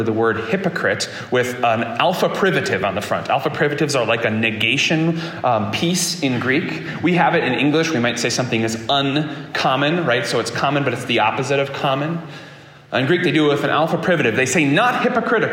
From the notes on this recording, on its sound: This sermon was preached at Prince of PEace Lutheran Church in Fairport, New York on August 20, 2023.